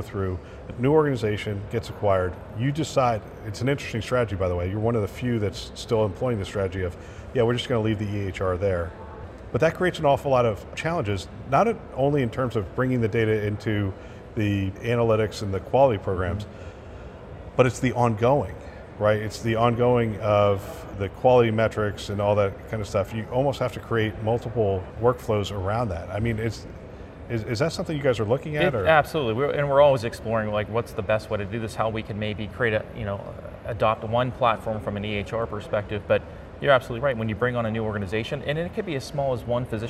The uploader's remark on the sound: It’s an Interview in Action live from CHIME.